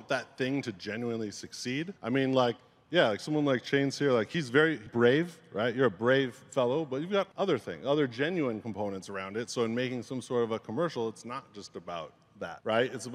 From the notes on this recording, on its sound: This panel occurred on June 10, 2022, the second day of CoinDesk’s Consensus 2022 festival